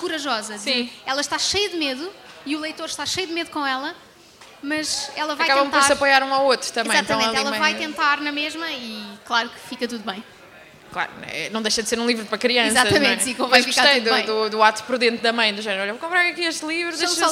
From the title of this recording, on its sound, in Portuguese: Livra-te ao vivo na Comic Con